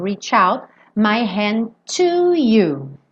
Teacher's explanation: CH em inglês, ch-ch-ch. Então eu já emendo no out.